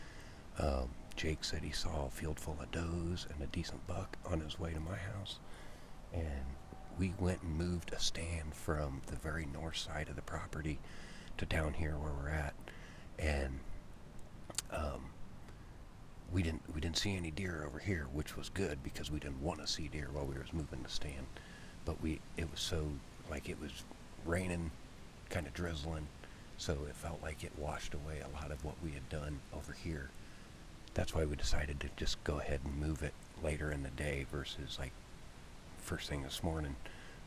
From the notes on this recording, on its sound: Live from the treestand. Have a live podcast in the stand on a new urban piece.